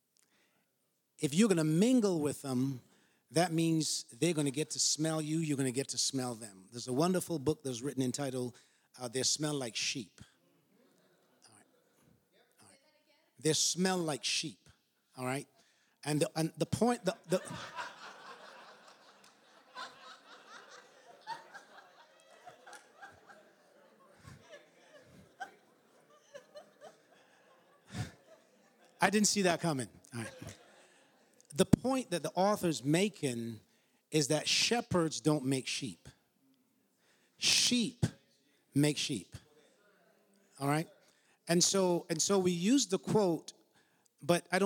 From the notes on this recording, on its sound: An ACM Panel presentation on Mental Health, Suicide, and Bereavement Support, given at the 2022 NAD Ministerial CALLED Convention.